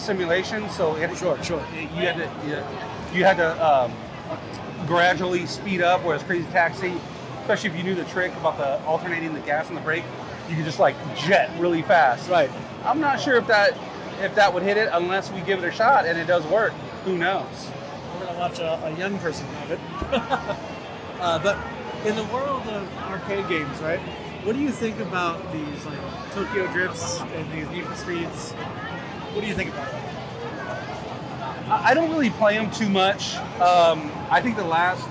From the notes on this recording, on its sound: Live at CA Extreme. Live from CA Extreme in Santa Clara!